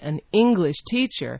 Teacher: notice that both of the words there are stressed equally, an English teacher, that means that you are a teacher whose nationality is English.